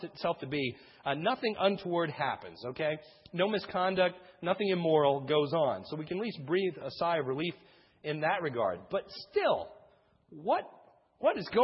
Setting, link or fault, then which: setting, large echoing room